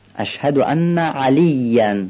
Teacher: ما در فارسی عینو معمولا به صورت همزه میگیم، میگیم اشهد ان علی، ولی عین عربی یه مقدار غلیظه، اشهد ان علی.